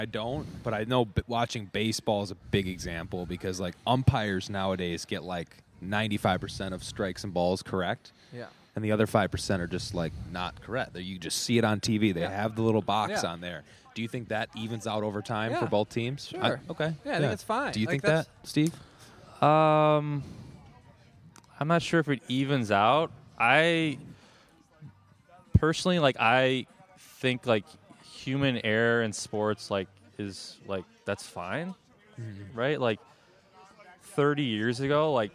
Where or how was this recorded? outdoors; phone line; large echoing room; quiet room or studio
outdoors